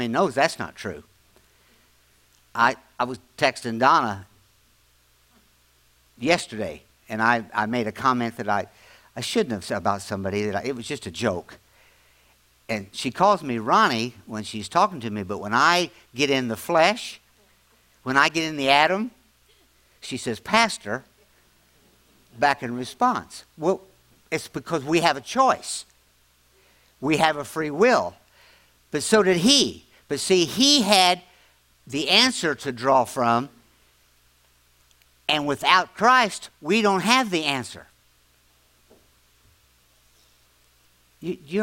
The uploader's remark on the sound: latest audio podcast from Grace Church on Sunday December 17, 2023